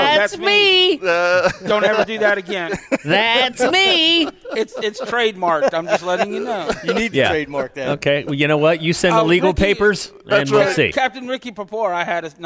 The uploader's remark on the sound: Broadcasting live from the Florida International Antique Tackle Show at World Golf Village in St.